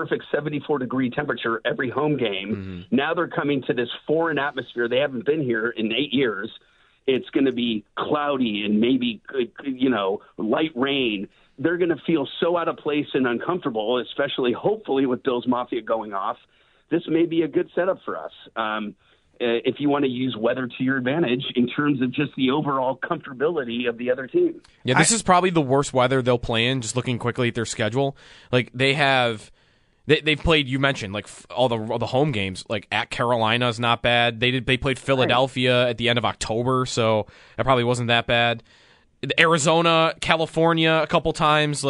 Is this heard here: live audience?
no